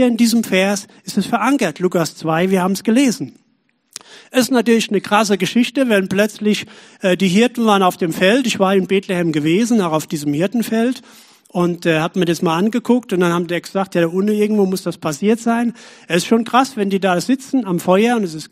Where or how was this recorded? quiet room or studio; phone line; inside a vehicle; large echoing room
large echoing room